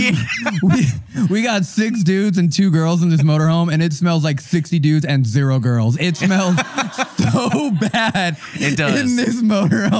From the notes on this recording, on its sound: Live Show Start: our tour trailer is falling apart. This episode was filmed in front of a live audience at the haunted Hillview Manor in New Castle, PA.